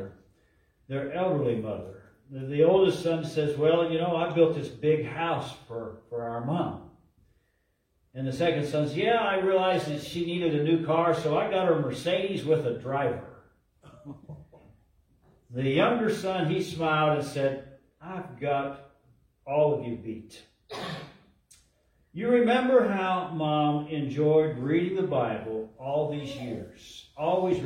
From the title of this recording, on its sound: LIVE from Calvary